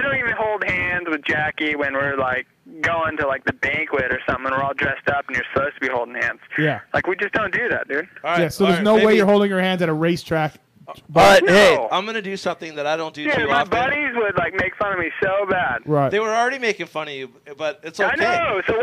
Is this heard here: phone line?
yes